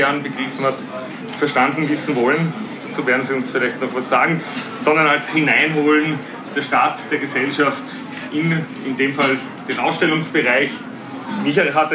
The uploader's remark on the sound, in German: Live-Aufzeichnung | Podiumsgespräch Architektur Biennale 2023